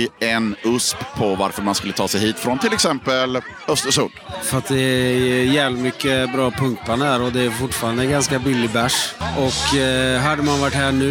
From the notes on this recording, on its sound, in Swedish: Close-Up Båten. Tar ett snack med besökare, artister och volontärer på Fragile Mountain Punk Festival i Göteborg.